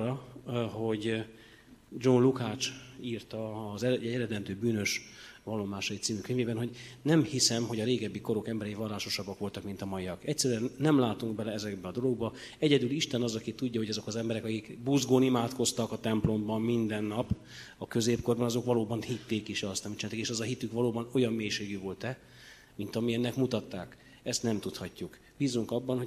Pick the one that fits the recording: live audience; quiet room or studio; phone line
live audience